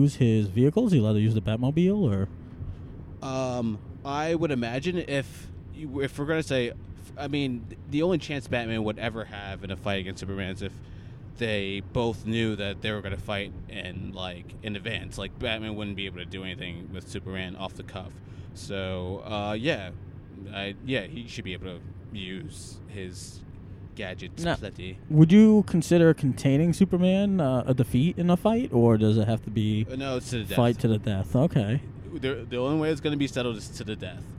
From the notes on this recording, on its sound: This was an impromptu Podcast extra taped while taking a drive to a place where we need a Superhero, the Trenton, NJ Transit Train Station.